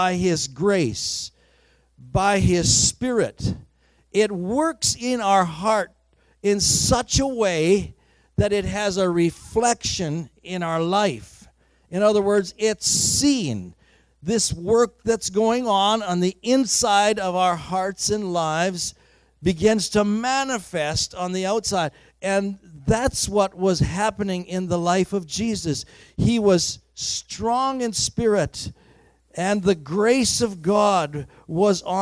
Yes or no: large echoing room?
yes